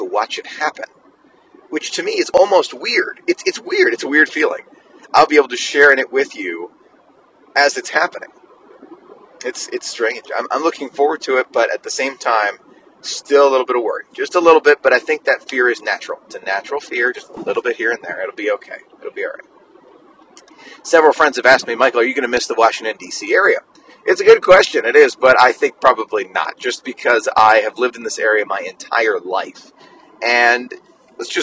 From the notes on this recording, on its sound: This is my 1st podcast recording so please forgive the audio